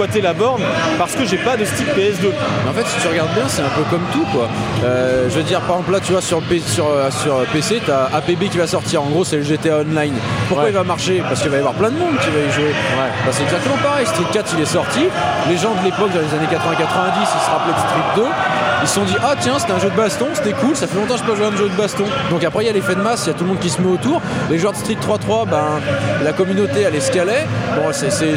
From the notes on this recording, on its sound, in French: Stunfest 2010. Podcast sur l'arcade enregistré lors du Stunfest. Il a été remixé, nettoyé et chapitré.